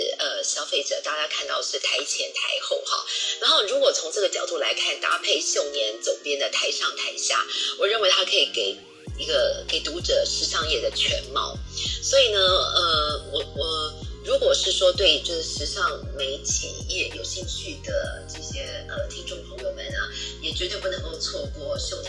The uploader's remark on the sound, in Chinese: 本集採線上錄製